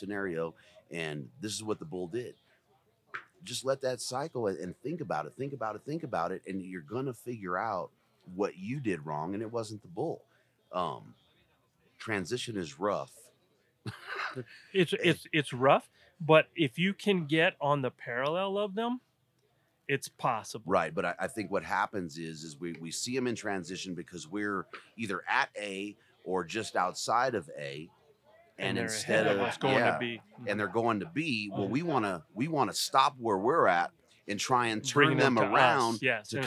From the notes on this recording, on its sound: This weeks Wapiti episode is a live session from Mountain Archery Fest.